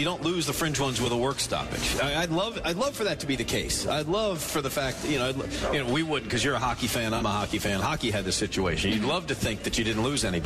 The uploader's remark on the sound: live from Dogwood Golf Club